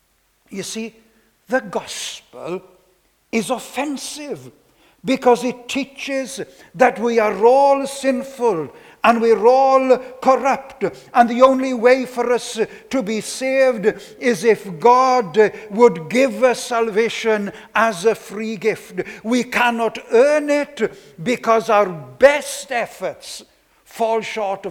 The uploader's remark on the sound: This sermon was preached on Sunday 19th September 2021